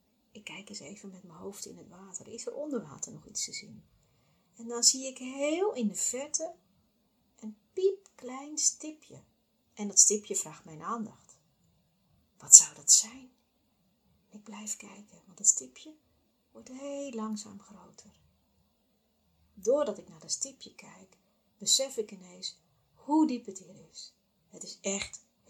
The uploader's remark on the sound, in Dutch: Bij het terugluisteren besloot ik dat het geluid nog niet is zoals ik wens, dus ga ik op zoek naar een microfoon.